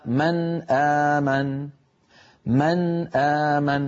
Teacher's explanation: الاحتمال الرابع والأخير في التقاء الحرفين في لغة العرب أن يكون الأول من مخرج والثاني من مخرج بعيد عنه، كالنون من طرف اللسان مثلا أن مع الهمزة من أقصى الحلق، كقوله تعالى من آمن، من آمن، فالنون ساكنة من طرف اللسان والهمزة بعدها من أقصى الحلق، فهما حرفان متباعدان لأن المخرجين متباعدين.